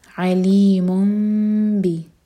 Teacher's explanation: تنوین میں جو نون کا ساؤنڈ ہے وہ میم میں چینج ہو گیا